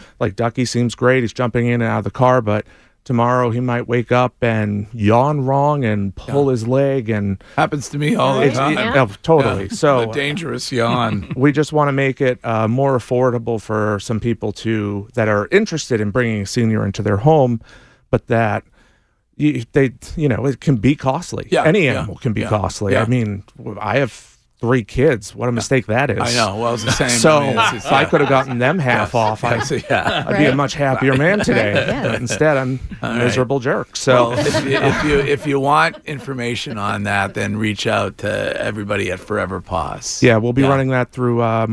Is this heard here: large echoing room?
no